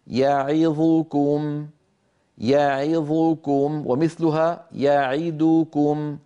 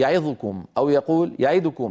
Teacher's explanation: الفتحة في الياء والكسرة في العين والضمة في الظاء، هذه الأزمنة كلها متساوية · Shown in: first take · لا يصح أن يسرع القارئ عند حرف من هذه الأحرف المتحركة أكثر مما جاوره من الحروف. · Term: أزمنة الحروف المتحركة